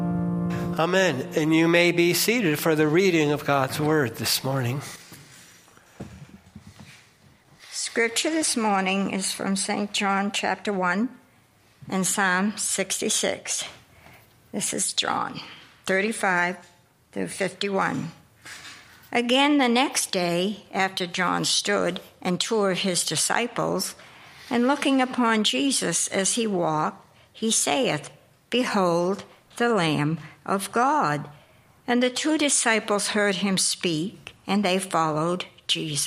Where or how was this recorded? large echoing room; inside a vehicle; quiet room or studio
large echoing room